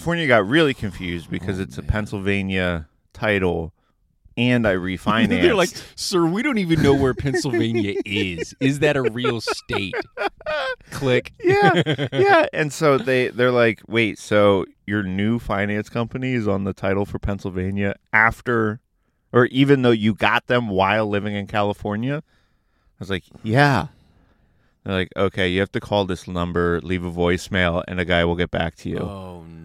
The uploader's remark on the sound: In A Car, At A Park, In The Morning. The boys are back in the car, this time in a parking lot at a park at 6 am.